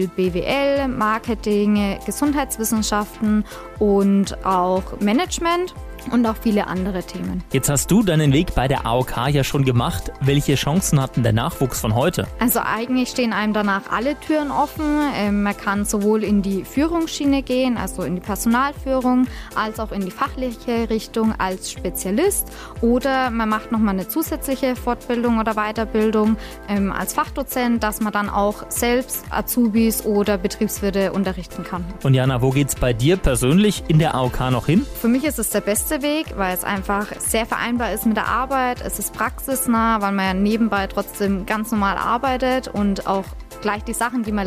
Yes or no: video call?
no